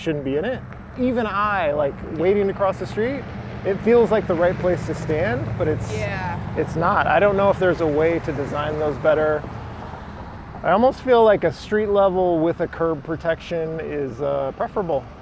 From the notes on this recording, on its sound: A special episode of the Wedge LIVE podcast recorded on bikes in Northeast Minneapolis